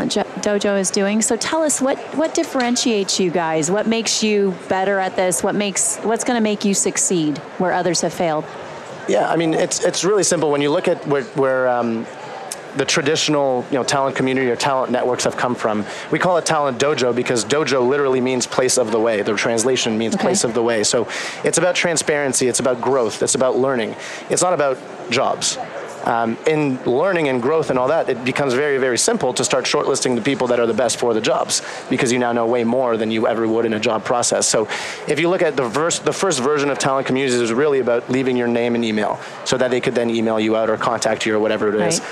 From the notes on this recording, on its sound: LIVE from Las Vegas, at #HRTechConf